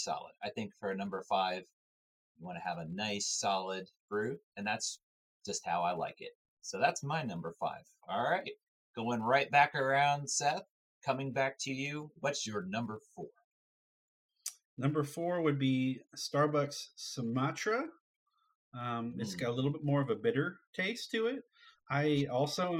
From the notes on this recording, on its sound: While editing this episode of Mustaches and Coffee we discovered that we experienced technical difficulties on a new platform we were trying so we apologize in advanced.